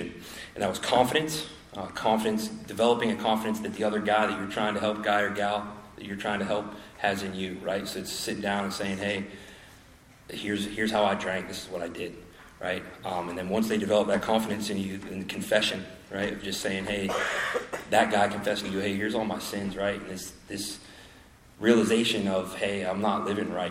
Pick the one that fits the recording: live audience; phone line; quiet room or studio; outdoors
live audience